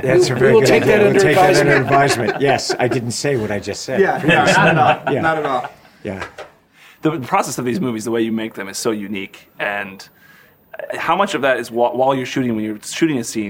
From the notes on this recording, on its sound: all from the red carpet